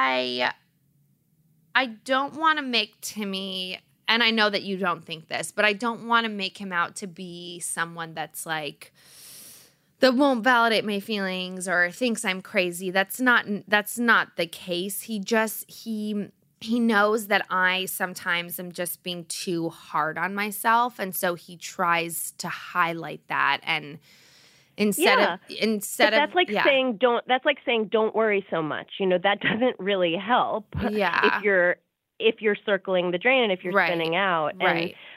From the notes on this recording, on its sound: During this phone call.